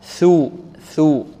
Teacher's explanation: تخرج من طرف اللسان مع ماذا؟ مع طرف الثنايا العليا · Term: الثاء